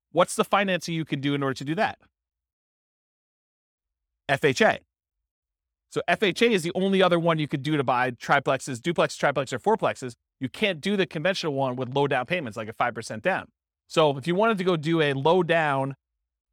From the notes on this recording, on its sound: This was a live class recorded